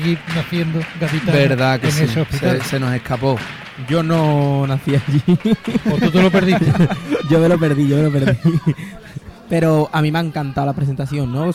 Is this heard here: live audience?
yes